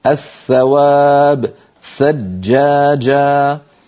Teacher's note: فالثاء والذال أيضا على القارئ أن يضع طرف لسانه على طرف أسنانه الأمامية وهي الثنايا العليا، ولكن لاحظوا أن مؤخرة اللسان لا ترتفع، فليس ثمة في الذال والثاء ارتفاع لأقصى اللسان